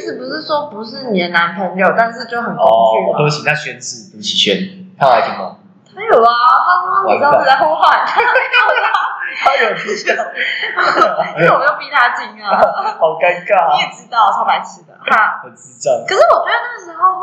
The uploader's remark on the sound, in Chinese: 掰惹為這一集因為錄音場所有換。所以回音比較重。因為這次錄音地點找得比較臨時XDD回音嚴重的部分真的十分抱歉。